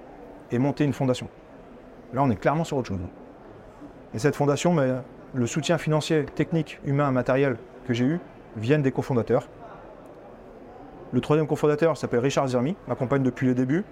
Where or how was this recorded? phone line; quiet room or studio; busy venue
busy venue